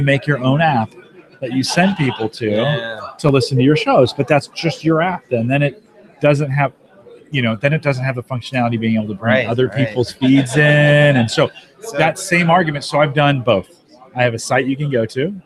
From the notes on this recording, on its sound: We are live from the Heartland Developer Conference in Omaha, Nebraska or HDC15.